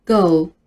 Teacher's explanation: 它的元音部分是一个长音 a